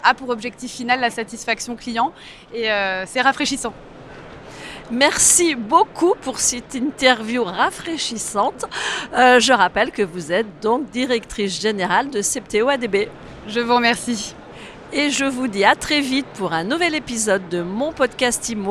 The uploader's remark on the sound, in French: Cette interview a été réalisée en live du Salon RENT.